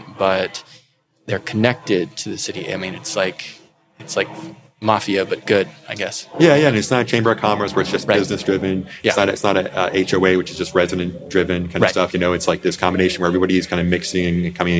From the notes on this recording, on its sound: Recorded in the alcove at Stardust Video and Coffee on the eve of Record Store Day in April 2022.